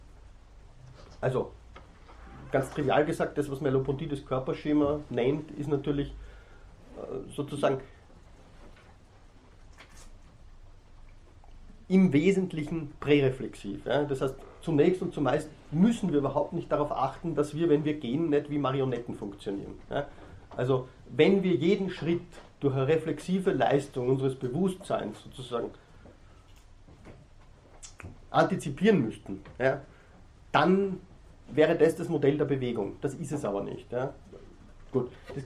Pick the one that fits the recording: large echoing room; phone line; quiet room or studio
large echoing room